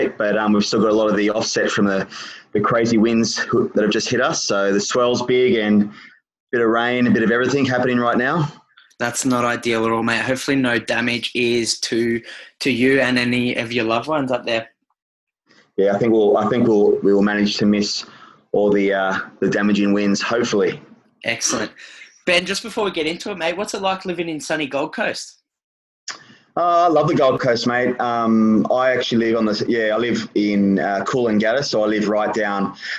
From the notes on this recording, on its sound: Over a zoom call.